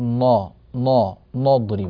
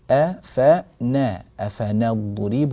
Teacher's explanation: لا نقول أفنضرب، بعض الناس يقول نا نا نضرب فيفخم النون، نحن نريد النون مرققة · Shown in: second take